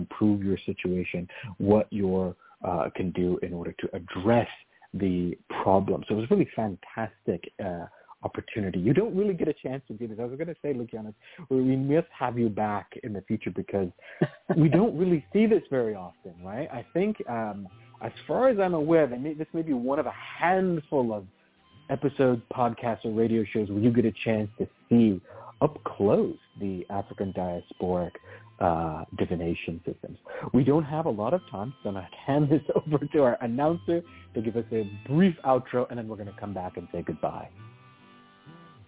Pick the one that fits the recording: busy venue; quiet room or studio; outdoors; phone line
phone line